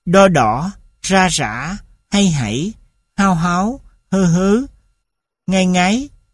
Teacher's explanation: Nguyên tắc đối thanh điệu ở đây là thanh bằng đối với thanh trắc trong mỗi nhóm cùng âm vực, và bằng đứng trước, trắc đứng sau